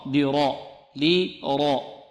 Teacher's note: لماذا فخمنا الراء؟ لأنها مفتوحة